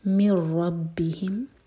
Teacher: نون کی آواز نہیں آئے گی، میم کو را سے جوڑیں گے · Term: ادغام بغیر غنہ